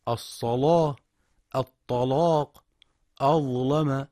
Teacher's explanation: وأما ما اختلف فيه بين التغليظ والترقيق، فكل لام مفتوحة مسبوقة بصاد أو ضاء أو طاء، مفتوحة أو ساكنة، مثل الصلاة، الطلاق، أظلم. وقرأ بتغليظ هذه اللامات من القراء ورش عن نافع، فيقرأها الصلاة، الطلاق، أظلم.